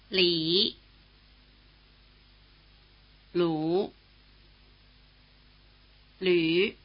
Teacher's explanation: the new vowel written U umlaut combines features of the vowels written I and U. It has roughly the tongue position of the vowel sound E and roughly the lip position of the vowel sound U.